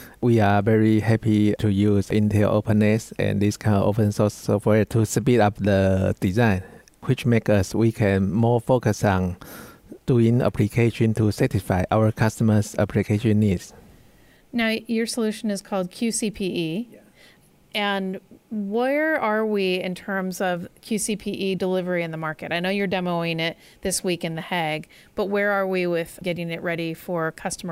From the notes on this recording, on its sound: Archive of a livecast interview from the Intel Network Builders Summit in conjunction with SDN & NFV World Congress in The Hague, Netherlands.